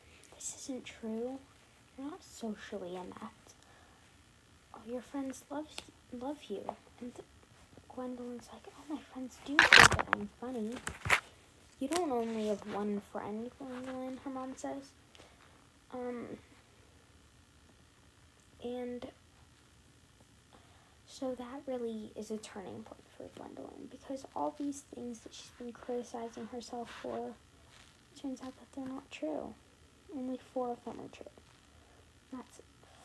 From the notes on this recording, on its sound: the audio was SO BAD I’m so sorry!